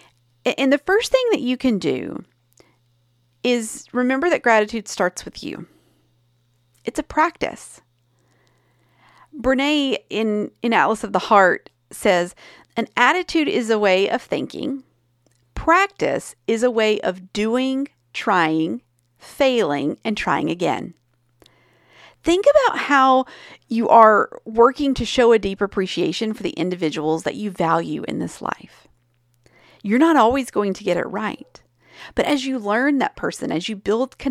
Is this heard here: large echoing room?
no